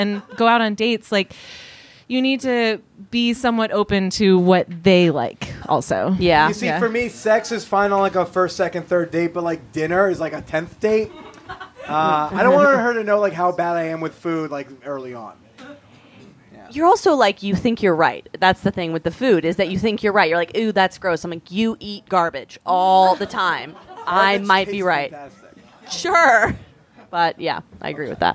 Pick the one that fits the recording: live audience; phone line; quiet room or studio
live audience